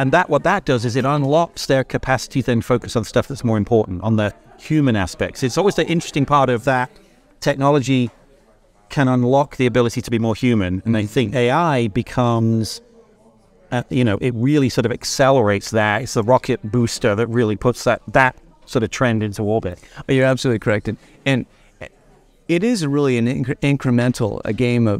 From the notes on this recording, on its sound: The Boston #isolvedRoadShow. At the Courtyard by Marriot. Sat down for this episode of the podcast -- recorded "in concert, so to speak," from the Road Show floor.